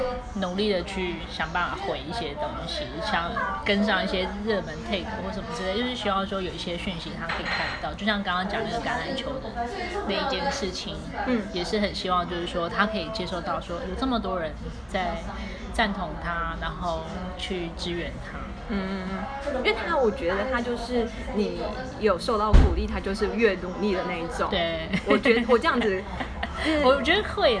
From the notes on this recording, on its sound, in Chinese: 粗暴收音#背景吵雜